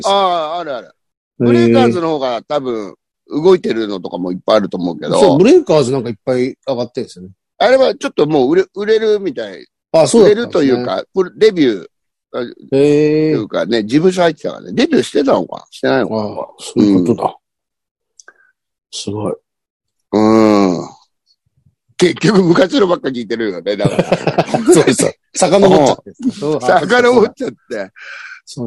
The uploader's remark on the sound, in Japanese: ZOOMで収録